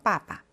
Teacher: 자, 그래서 아빠는 빠빠라고 했죠. 역시 강세가 있으니까 앞에 빠가 훨씬 더 길게 발음되겠죠. 빠빠.